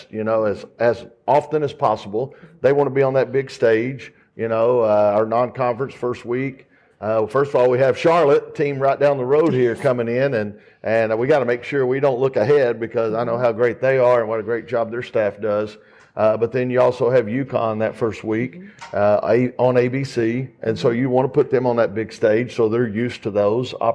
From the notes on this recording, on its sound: FULL NC STATE WOMEN'S BASKETBALL PRESS CONFERENCE, ACC KICKOFF 2023.